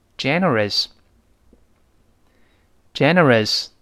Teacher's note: O U S 呢，注意没有字母 R，千万不能勾舌头